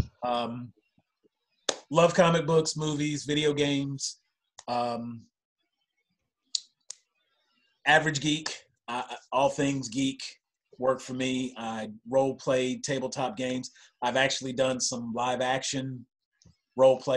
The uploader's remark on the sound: on a Zoom call